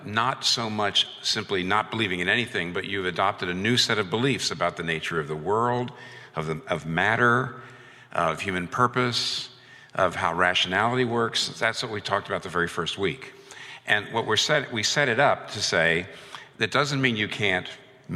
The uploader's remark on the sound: This talk was recorded before a live audience on April 4, 2019 in New York City.